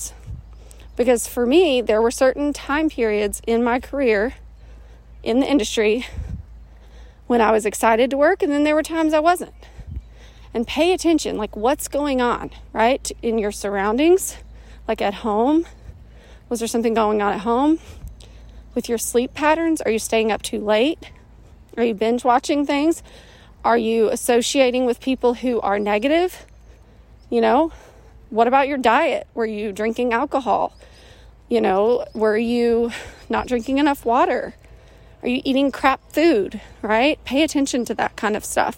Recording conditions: sounds in the background